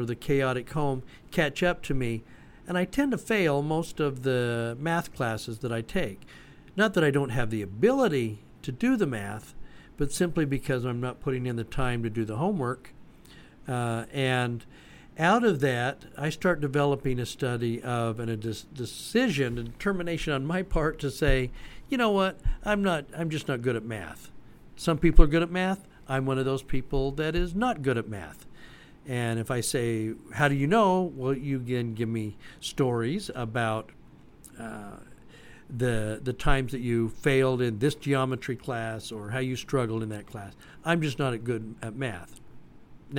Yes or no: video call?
no